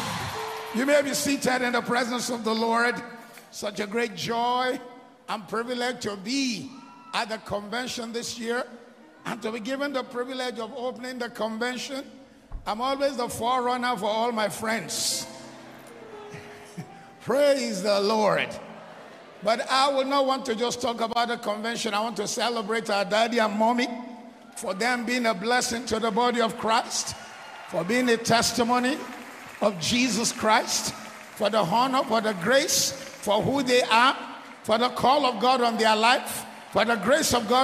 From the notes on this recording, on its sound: Kingdom Life 2023 World Conference Opening Service